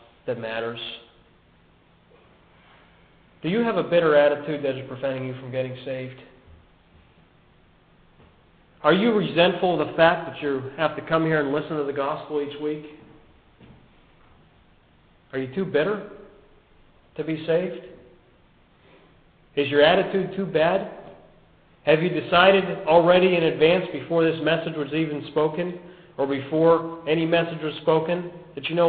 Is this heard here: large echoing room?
yes